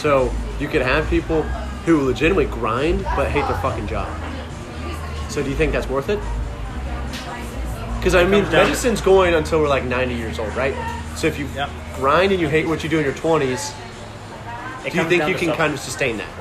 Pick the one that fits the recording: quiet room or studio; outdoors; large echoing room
outdoors